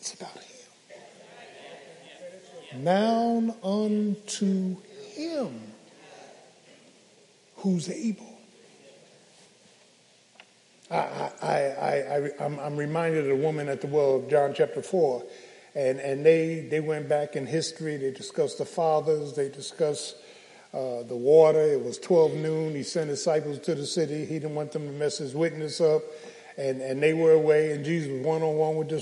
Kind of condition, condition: setting, live audience